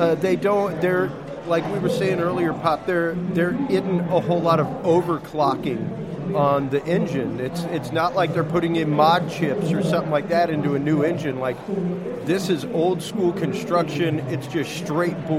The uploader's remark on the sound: We had the pleasure while at the Mecum auto auction in Houston, TX to sit down during our 3rd hour of live broadcast.